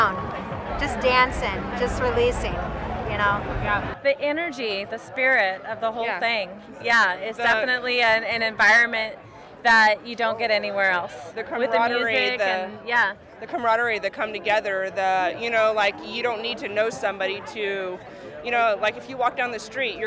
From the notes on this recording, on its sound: Talking with Festival Lovers at Cali Roots. Woodstock Nation headed to the 10th Anniversary of Cali Roots - a 3 day Reggae music festival the Monterey County Fairgrounds.